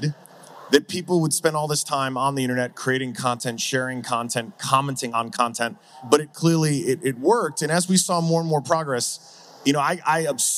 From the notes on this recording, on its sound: Live from Breakpoint 2021